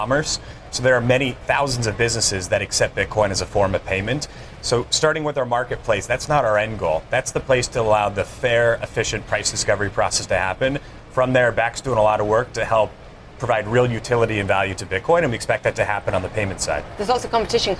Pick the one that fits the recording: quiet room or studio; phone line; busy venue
busy venue